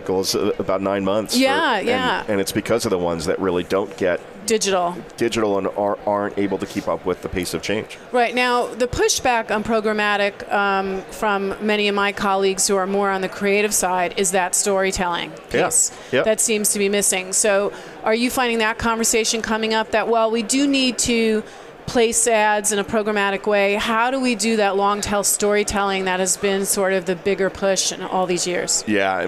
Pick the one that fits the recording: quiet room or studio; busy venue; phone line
busy venue